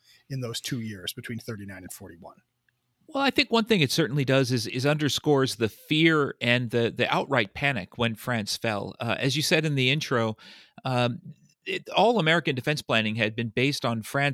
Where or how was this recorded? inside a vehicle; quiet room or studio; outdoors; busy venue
quiet room or studio